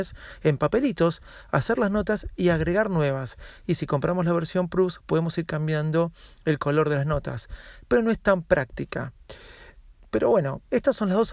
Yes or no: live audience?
no